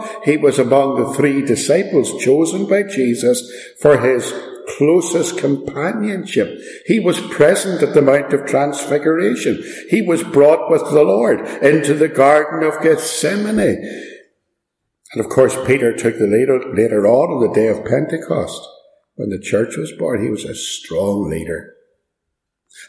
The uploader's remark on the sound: Preached and recorded at Ballymacashon.